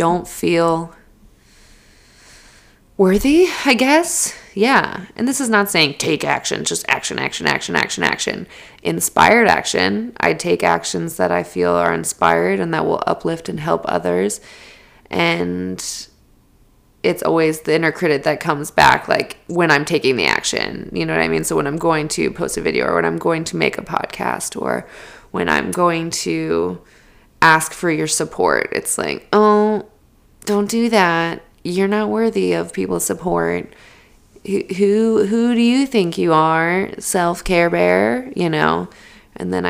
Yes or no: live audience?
no